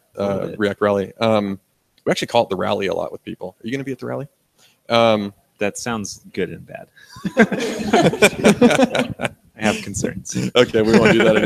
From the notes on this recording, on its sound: We'll be live and on-site at React Rally. JavaScriptAir is the live broadcast podcast.